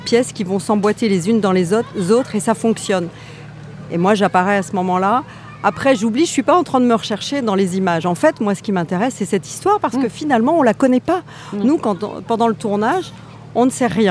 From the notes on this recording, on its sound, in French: conférence de presse lors du 76ème Festival de Cannes